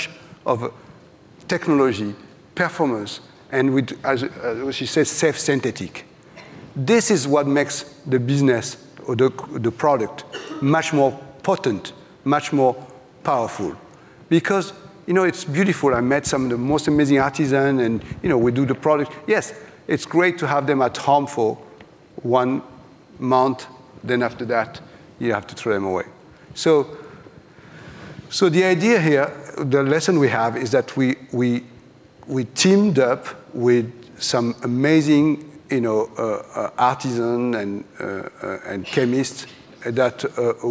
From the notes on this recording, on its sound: live at the Glossy Beauty x Wellness Summit